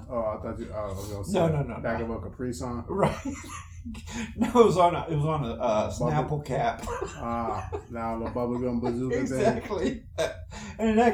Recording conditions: poor sound quality